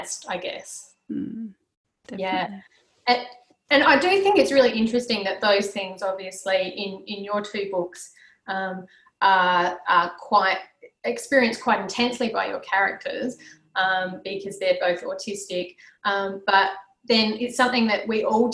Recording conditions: video call